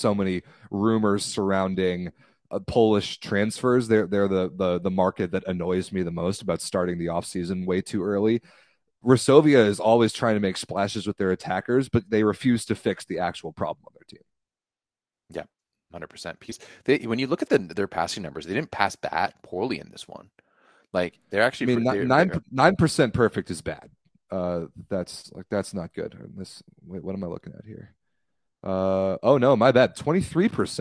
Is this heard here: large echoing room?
no